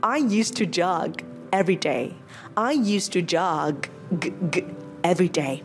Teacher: từ jog, âm đuôi của nó là âm g, cho nên âm g các bạn, nên mình đọc nhẹ, mình bật nhẹ nha.